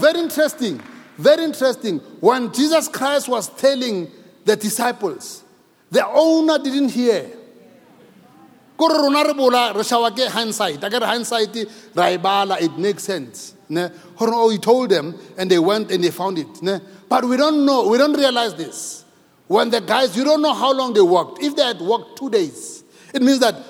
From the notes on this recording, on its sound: preached at Grace Bible Church Pimville on the 10th of April 2022 at the 9am Service